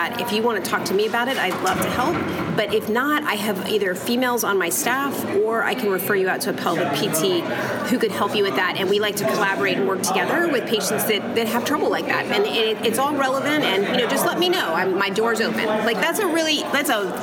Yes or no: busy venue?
yes